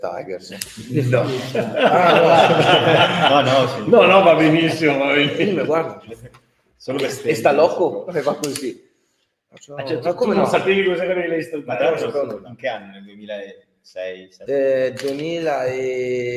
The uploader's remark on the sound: Live in Ghirada